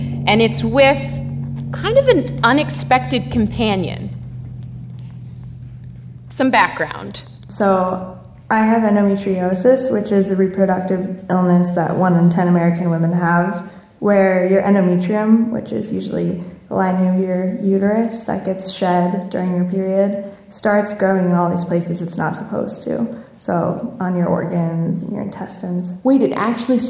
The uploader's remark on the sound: An edited down version of a Gonads Live show. Recording of a live event hosted by Radiolab at the Skirball Center in New York City on May 16, 2018. Live music, including the sex ed questions, and the Gonads theme song.